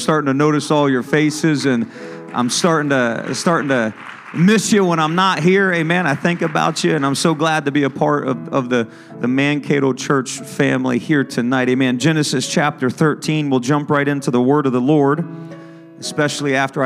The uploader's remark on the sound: ministering at a service at Connect Point UPC